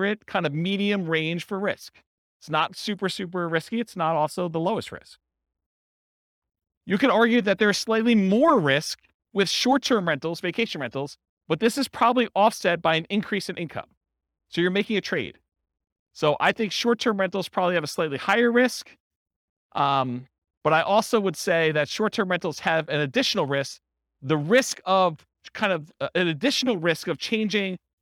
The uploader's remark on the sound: This was a live class recorded